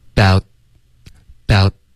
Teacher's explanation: 省略的时候最好咬舌尖，about，这样导致一个干脆的停顿